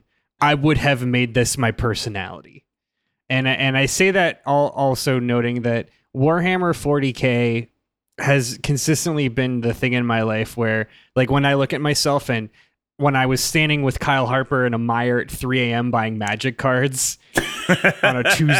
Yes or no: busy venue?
no